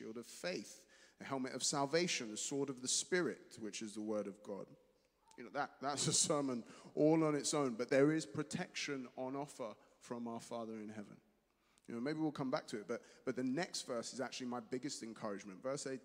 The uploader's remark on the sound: Streamed live at St Paul's Shadwell